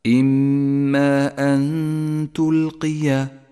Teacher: اقرأ قوله تعالى: أن تلقي أن تلقي، ولاحظ حكم الإخفاء، جاءت النون الساكنة وبعدها حرف التاء، والواجب هنا أن نخفي النون بالتاء مع بقاء غنة للنون زمنها حركتان